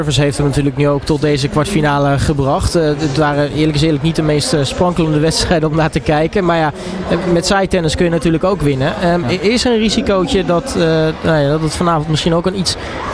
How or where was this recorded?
busy venue